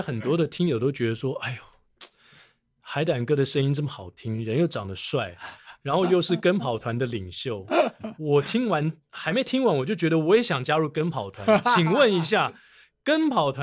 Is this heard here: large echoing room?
no